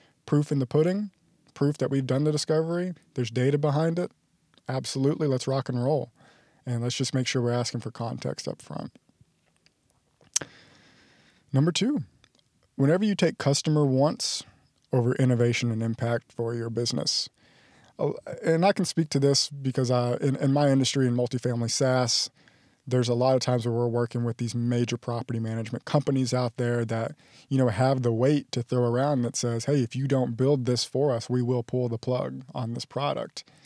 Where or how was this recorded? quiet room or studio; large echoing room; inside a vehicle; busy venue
inside a vehicle